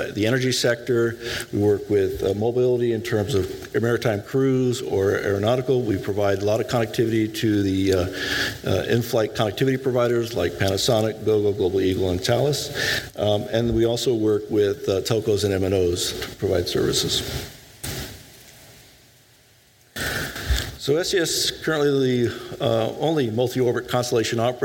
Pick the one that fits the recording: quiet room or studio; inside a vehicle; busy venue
busy venue